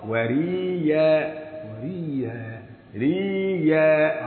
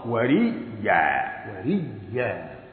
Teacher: من غير ما الواحد يضغط على الحرف وريا الادغام وريا وريا حول الهمزه الى ياء وادغم الاولى في الثانيه · Shown in: second take